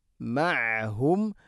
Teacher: ഐൻ തൊണ്ടയുടെ മധ്യഭാഗമാണ് മഖ്റജ്.